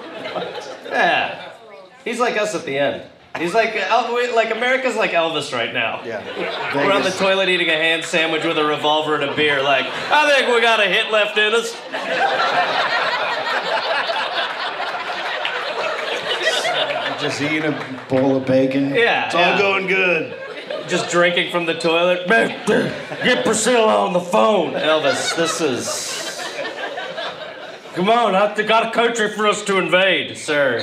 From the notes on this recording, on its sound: Recorded live at Wiseguys in Salt Lake City.